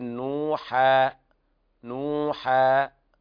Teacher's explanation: فالألف المنونة تبدل ألفا مدية، تمد مدا طبيعيا بمقدار حركتين، والحركة قدر خفض الأصبع أو بسطه، نقول نوحا نوحا هكذا.